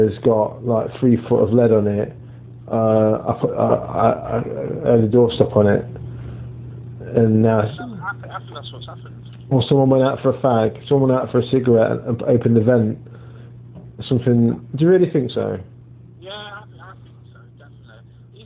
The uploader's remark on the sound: Corona Call. The only way back through this lockdown is via the good old telephone calls it appears.